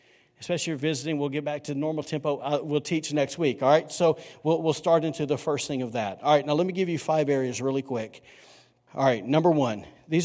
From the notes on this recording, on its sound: recorded on Sunday, January 5, 2020, during service at The Anchor Church in Rockport, Maine